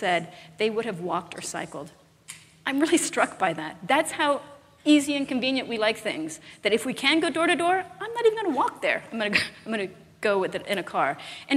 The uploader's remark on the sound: live interview from GreenBiz events